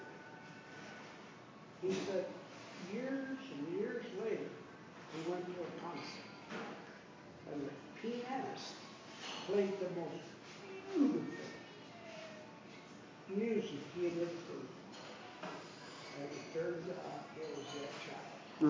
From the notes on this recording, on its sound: This Sermon was preached to the dear souls at the Brookdale Westland Meridian Senior Living facility. This Sermon was preached to the dear souls at the Brookdale Westland Meridian Senior Living facility.